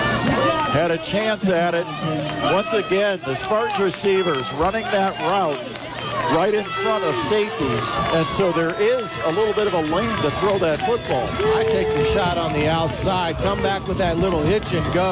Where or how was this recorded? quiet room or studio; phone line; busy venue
busy venue